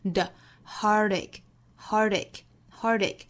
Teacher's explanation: Heartache 同样在单词里面也是有一个小小的一个弹舌音的